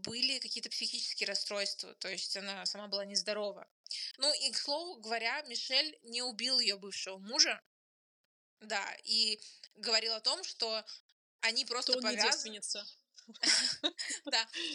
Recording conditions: poor sound quality